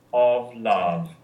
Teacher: that little rounded short O in the first word, followed by the ah sound